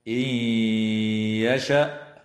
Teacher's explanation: تدغم النون الساكنة في الياء مع الغنة